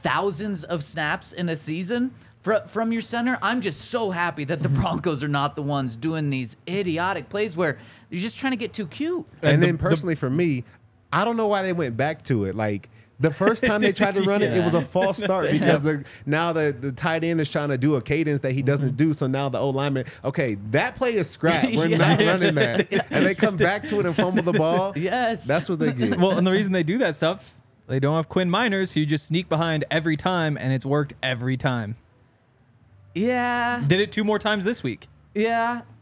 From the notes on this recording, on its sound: coming to you LIVE from the DNVR Bar